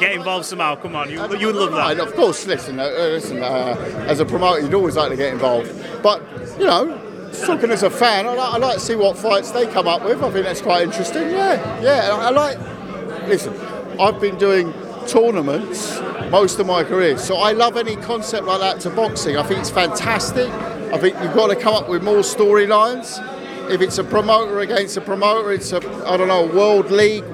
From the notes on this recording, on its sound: at the Misfits press conference in Leeds